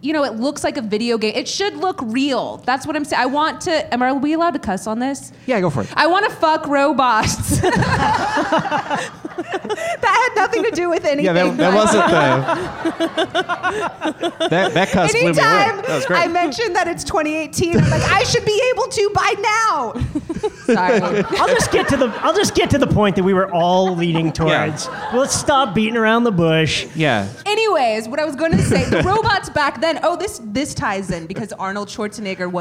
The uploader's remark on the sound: LIVE at UCB Sunset